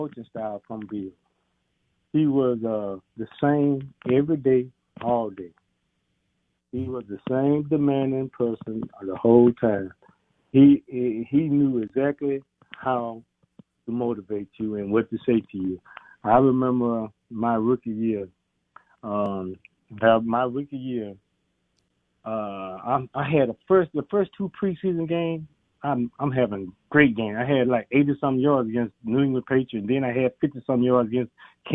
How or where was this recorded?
phone line